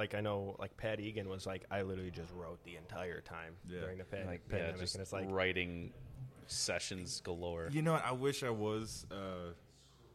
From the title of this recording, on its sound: Live at Lo Rez Brewing in Chicago